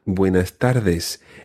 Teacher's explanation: you may hear the S being swallowed a little, particularly in, for example, buenas tardes. It's a very light S.